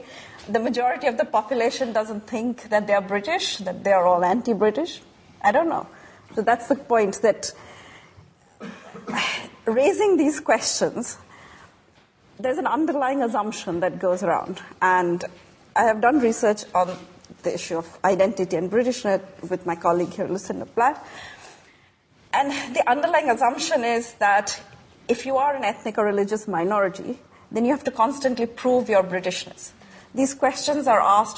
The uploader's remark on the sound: LSE Festival 2019. This interactive public event comprises a panel-based discussion, with representatives from different influential spheres in society who are shaping discourse on British identity, combined with direct audience engagement.